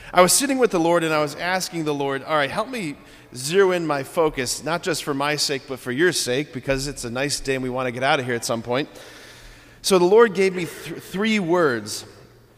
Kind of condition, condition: setting, large echoing room